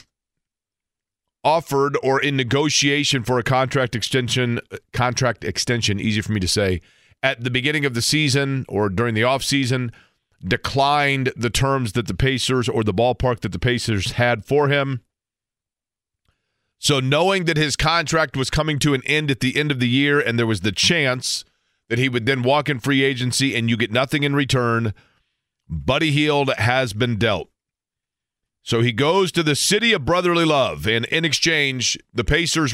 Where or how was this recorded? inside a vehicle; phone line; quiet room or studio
phone line